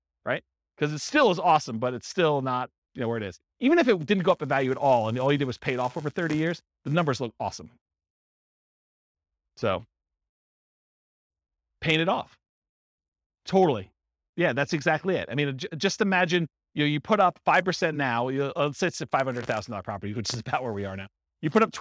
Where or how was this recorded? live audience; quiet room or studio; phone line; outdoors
live audience